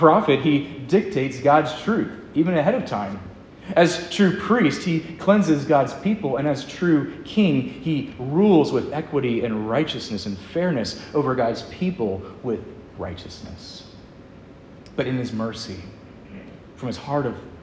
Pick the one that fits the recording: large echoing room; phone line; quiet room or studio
large echoing room